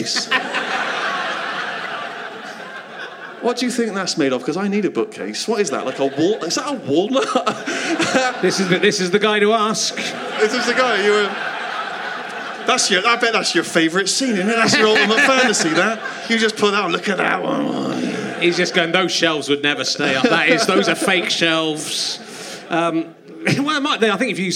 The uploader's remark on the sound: Leicester Square Theatre Podcast